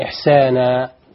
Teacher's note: ما نقولش إحسانا ونمده، لا حركتين اثنين